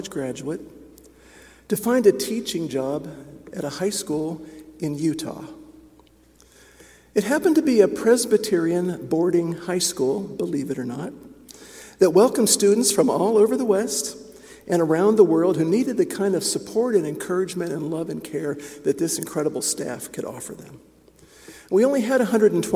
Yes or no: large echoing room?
yes